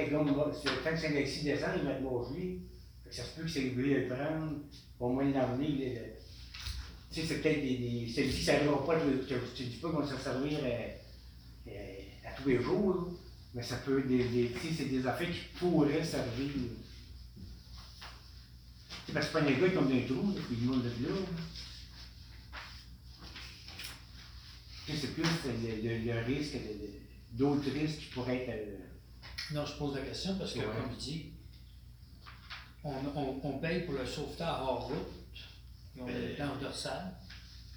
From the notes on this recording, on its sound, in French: Enregistrement de la séance du conseil municipal de Charette du 2 novembre 2020